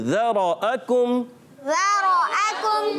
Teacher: را کو موٹا کر کے ادا کریں گے، مگر بہت زیادہ موٹا بھی نہیں کریں گے. بعض بچے پڑھ دیں ذرأکم، ایسے پڑھ دیں ذرأکم، تو اتنا نہیں.